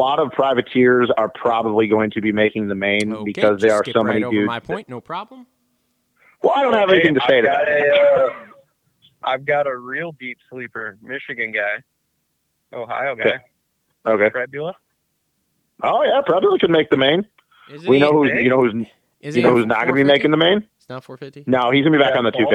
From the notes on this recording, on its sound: get on the phone